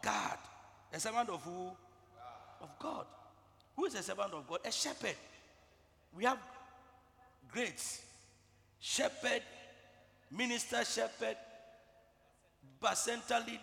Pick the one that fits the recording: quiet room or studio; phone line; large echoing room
large echoing room